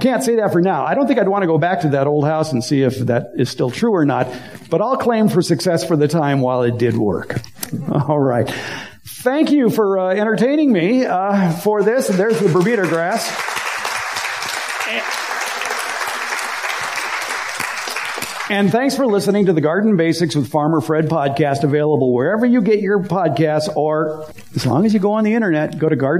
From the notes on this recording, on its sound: Recorded last week in front of a live audience at a meeting of the Sun City/Lincoln Hills (CA) garden club. Included a Power Point presentation.